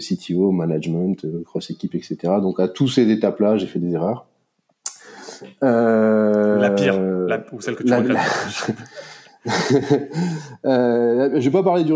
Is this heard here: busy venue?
no